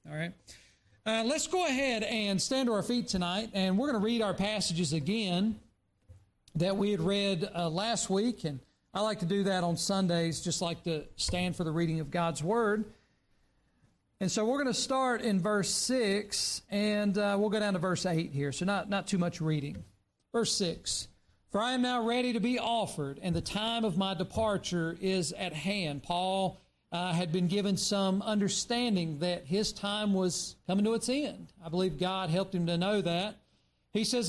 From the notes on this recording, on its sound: during the Sunday evening service on September 10, 2023, at Southside Baptist Church in Mount Airy, NC